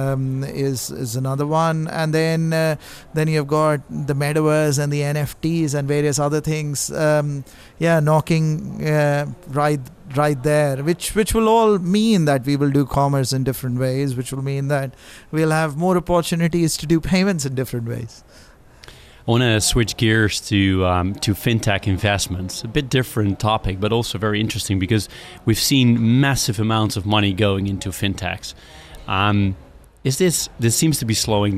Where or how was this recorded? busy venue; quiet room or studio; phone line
busy venue